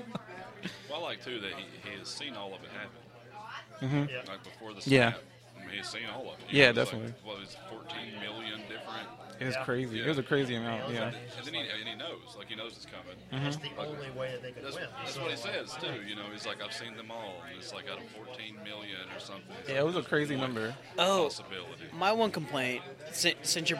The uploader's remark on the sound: We celebrate Free Comic Book Day at one of our favorite places the Battlegrounds Games and Comics in Dalton, GA.